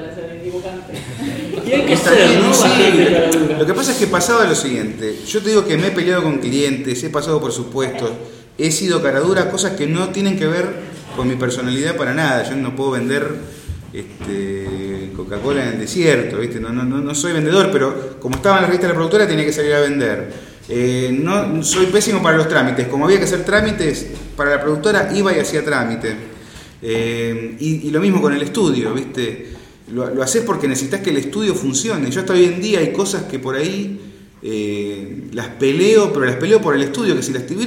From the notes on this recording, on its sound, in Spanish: Después de tener el cuarto encuentro en Gcomics Meetup, les traemos lo que fue la charla